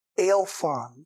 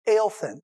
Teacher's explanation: it comes down to a single vowel in an unaccented syllable, a short O or a short E